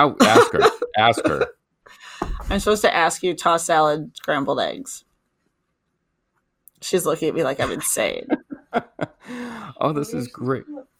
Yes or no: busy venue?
no